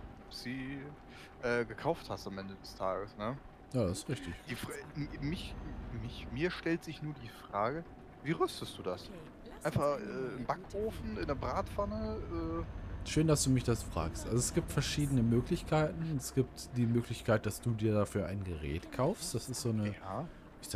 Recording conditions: background noise